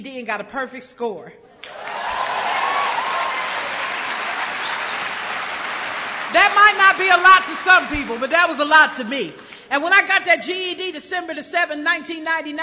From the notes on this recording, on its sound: speaking at the 23rd Gopher State Roundup in Bloomington MN in 2006